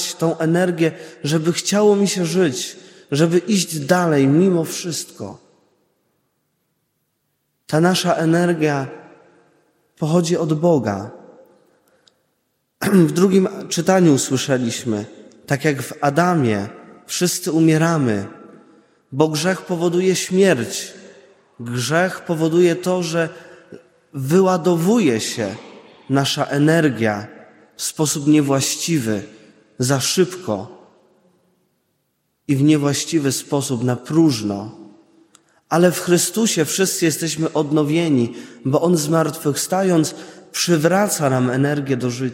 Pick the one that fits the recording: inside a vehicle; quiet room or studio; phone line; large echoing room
large echoing room